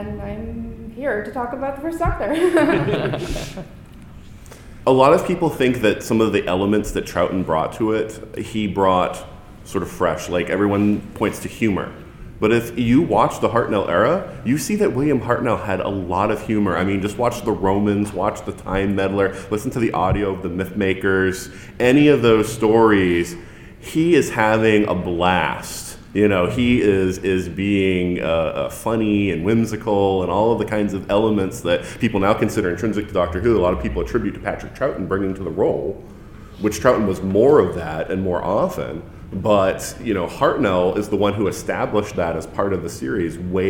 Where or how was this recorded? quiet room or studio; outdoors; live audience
live audience